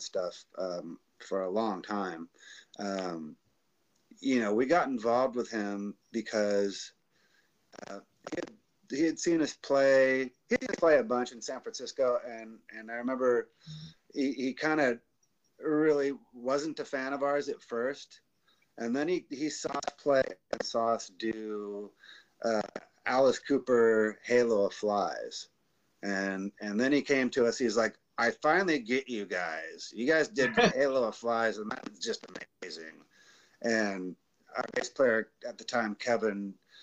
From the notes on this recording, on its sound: Unfortunately we deal with some more technical difficulties In this episode, as we still try and get used to working our audio with the Livestreams. Microphone is working fine.